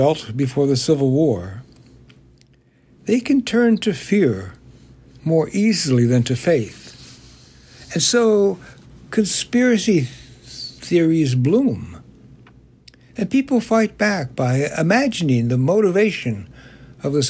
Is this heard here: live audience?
no